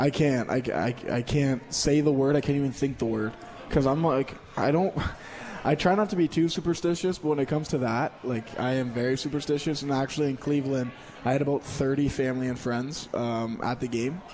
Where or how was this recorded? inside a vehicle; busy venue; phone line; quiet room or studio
busy venue